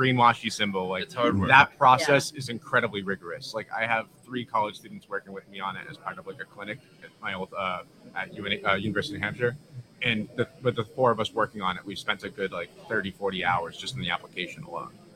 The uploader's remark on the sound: Live from PackExpo